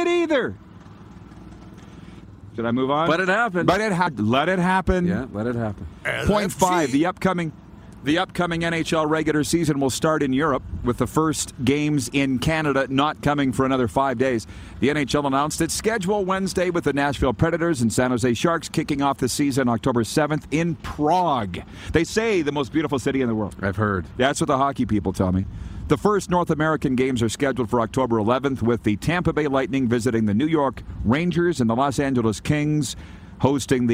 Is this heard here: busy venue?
yes